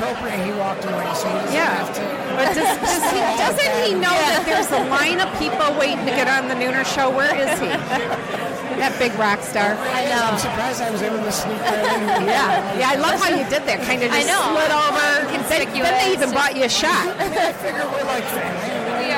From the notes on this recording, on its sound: The Nooner Show Live from the Detroit Music Awards